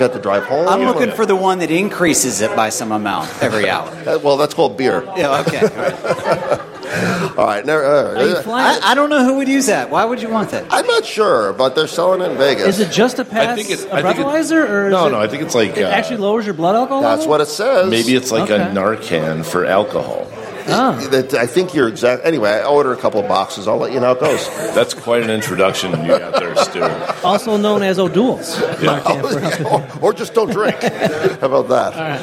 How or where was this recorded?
live audience